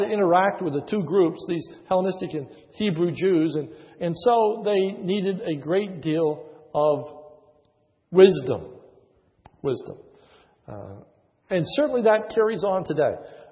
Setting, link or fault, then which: setting, large echoing room